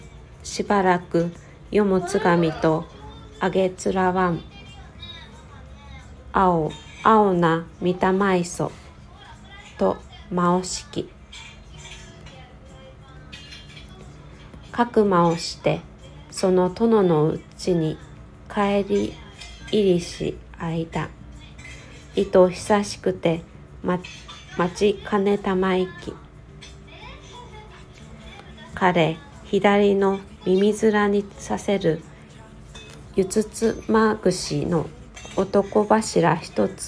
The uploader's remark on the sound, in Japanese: 息子が発熱の為、今朝は収録配信でお届けします。熱は下がっていないですが、TVを見ており雑音が大きく入っています。